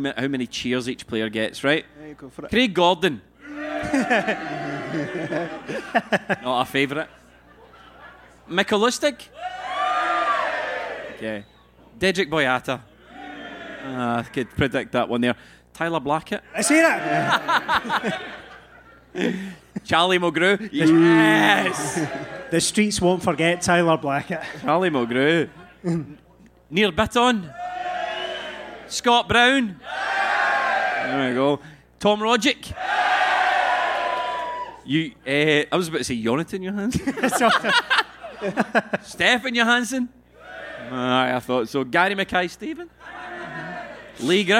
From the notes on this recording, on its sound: Here is the audio for part two of our end of season live show. At Drygate in Glasgow. Apologies for some of the visual aspects of the show not translating well to an audio medium.